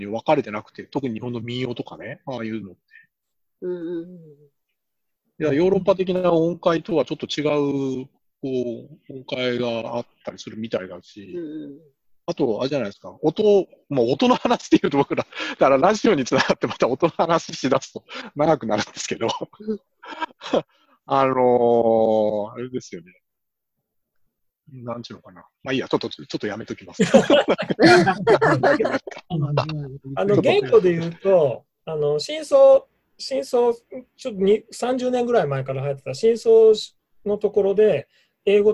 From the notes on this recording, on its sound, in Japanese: ミーティングZOOM会議